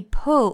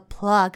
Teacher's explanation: pull 它里面的 u 发的是短音 o，plug 里面的 u 发的是短音啊